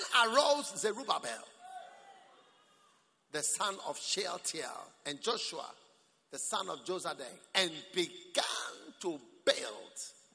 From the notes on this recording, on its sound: Preached at the Prophetic Encounter Service.